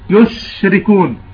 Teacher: لاحظين كيف يشركون لما يعني تزود زمن الصوت، لأنه من صفات الرخاء، من صفات الشين الرخاوة أيضا، خلي الصوت يجري عند حرف الشين، تلاحظ هذا الانتشار، انتشار الهواء في داخل الفم عند النطق بحرف الشين · Term: التفشي